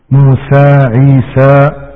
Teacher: أن تنطق بالحرف ما بين الفتح المتوسط وما بين الإمالة الكبرى · Term: التقليل